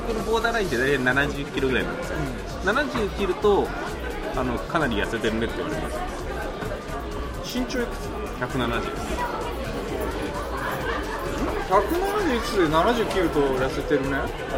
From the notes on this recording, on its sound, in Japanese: 喫茶店にて。ここのところメンバーのスケジュールが合わなくて外収録が多いおきらじ！です。今回はコーヒーの美味しい喫茶店…！